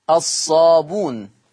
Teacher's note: لفظة الصابئون فيها لورش أيضا الحذف أي تقرأ الصابون